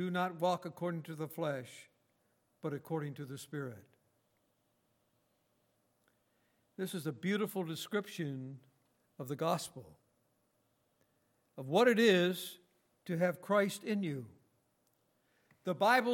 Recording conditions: large echoing room